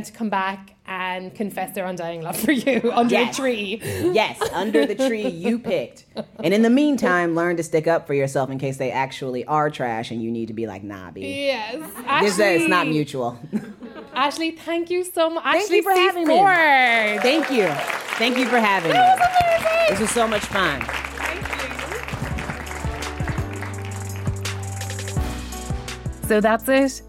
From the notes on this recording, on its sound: In this special episode recorded live at The Greene Space in New York City.